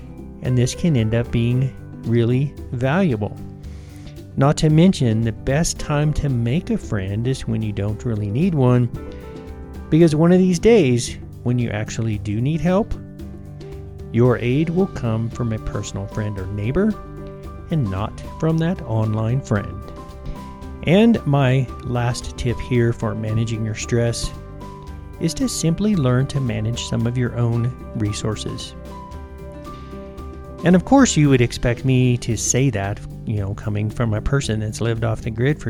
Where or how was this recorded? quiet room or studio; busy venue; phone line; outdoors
outdoors